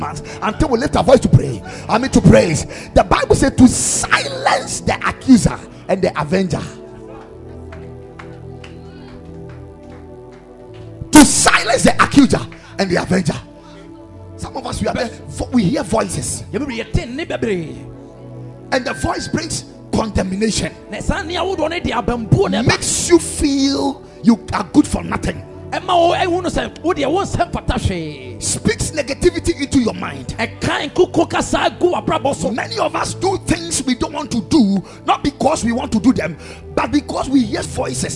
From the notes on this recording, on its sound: Preached at Ekklesia Chapel.